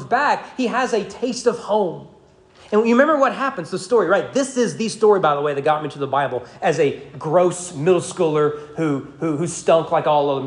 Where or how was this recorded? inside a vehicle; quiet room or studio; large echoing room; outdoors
large echoing room